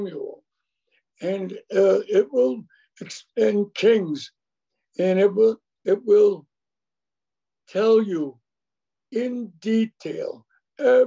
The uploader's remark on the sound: Syracuse Zoom Class